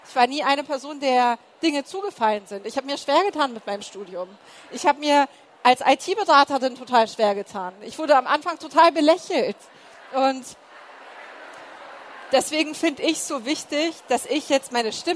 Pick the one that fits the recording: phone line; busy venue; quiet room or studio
busy venue